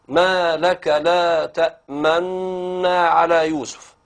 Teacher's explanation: كذلك في الإدغام مثل كلمة تأمننا، أصل الكلمة تأمننا، فلما أدغمنا النونان في بعضهما وأدغمنا النونين في بعضهما أدغمناهما إدغاما كبيرا، نقرأ هذه الكلمة بالإشمام مع الإضغام إشارة إلى ضمة النون الأولى. ما لك لا تأمن على يوسف.